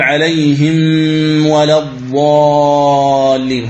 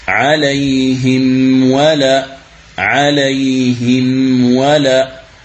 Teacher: أن تظهر الميم ثم تنطق بعدها بالواو · Shown in: second take · عليهم ولا، عليهم ولا، هذه هي القراءة الصحيحة لهذه الكلمة. · Term: الإظهار